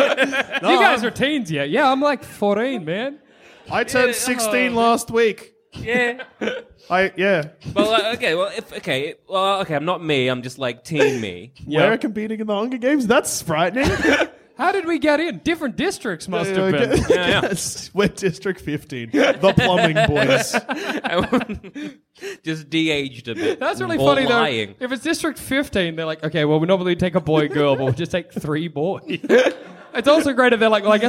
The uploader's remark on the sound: Live from Eureka Hotel Melbourne!